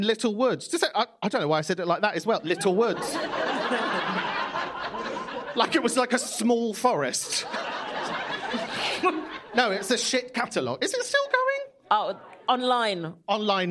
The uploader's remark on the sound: Live in London